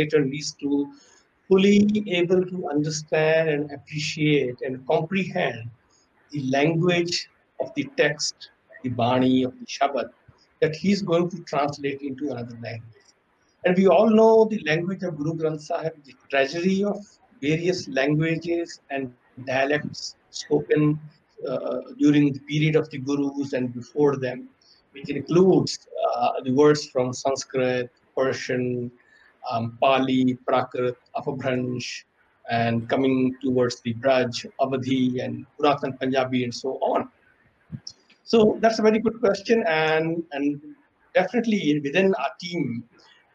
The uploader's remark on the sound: Live Webinar